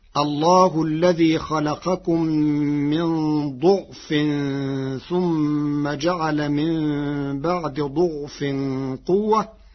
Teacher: قرأ ورش الكلمات الثلاثة بضم الضاد